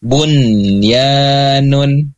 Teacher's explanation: Nah, namun tidak seperti itu karena empat lafaz ini masuknya ke dalam izhar mutlak. Nah, mutlak dibacanya nun jelas dan tidak ditahan